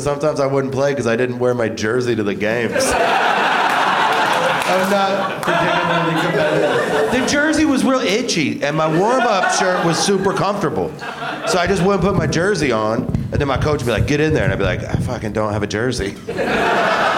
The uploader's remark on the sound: Live from the UCB Sunset Theatre